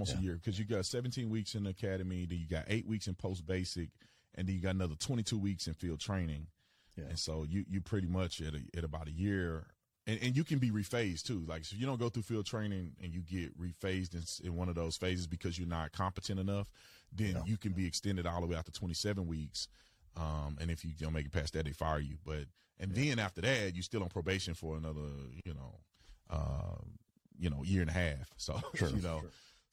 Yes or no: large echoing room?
no